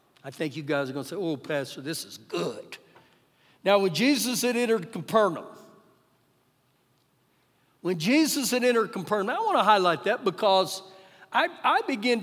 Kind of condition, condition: setting, live audience